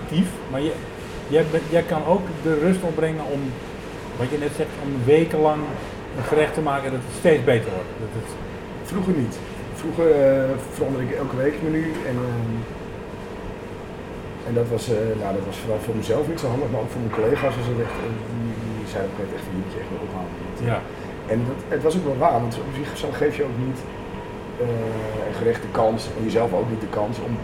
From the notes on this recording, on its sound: De geluidskwaliteit is niet wat t wezen moet: mijn amateurisme.